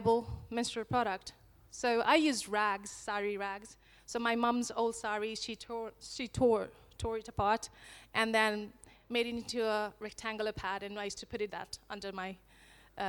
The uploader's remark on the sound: This talk was recorded at She Loves Plants 2019.